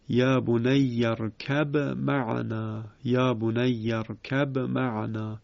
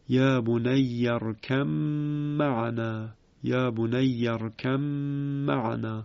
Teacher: حرف ب کاملا از بین میره و حرف میم مشدد میشود و به جهت اینکه میم مشدد غنه دارد دو حرکت هم کشیده میشود · Shown in: second take · Term: ادغام